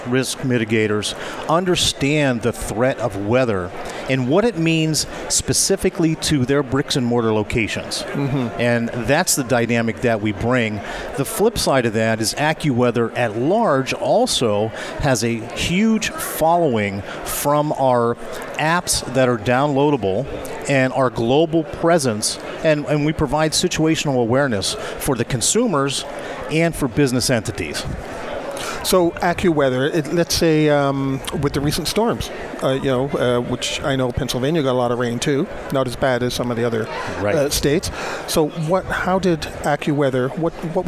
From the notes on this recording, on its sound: Live From Disaster Recovery Journal. Broadcasting live from DRJ 2018 in Phoenix Arizona.